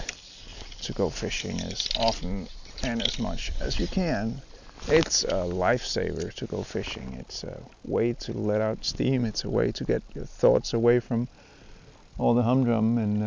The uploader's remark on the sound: No fish are caught while recording. Tried integrating a bit of his music into the outdoors tracks recorded in situ on the coast.